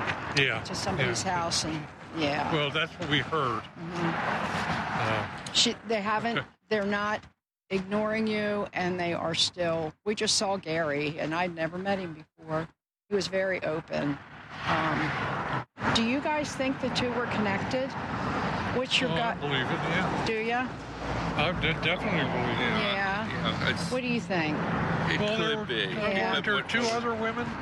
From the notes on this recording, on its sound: The audio from this episode was recorded remotely along streets and in woods so be prepared for noise from passing traffic and stubborn wind.